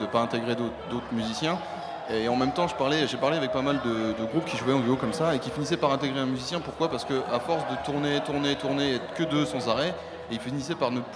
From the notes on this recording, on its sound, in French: Radio Campus Paris à Rock en Seine avec le RIF. Radio Campus Paris amène son studio à Rock en Seine pour trois émissions en public. Ces émissions auront lieu en présence de professionnels de la musique et des groupes franciliens programmés chaque jour sur la scène Île-de-France. Les émissions, enregistrées sur place.